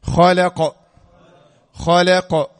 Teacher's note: قف ساكنة مقلقلة عند الوقف